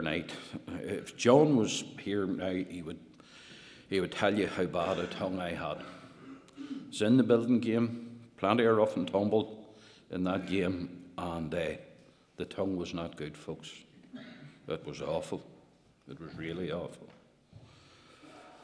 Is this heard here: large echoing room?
yes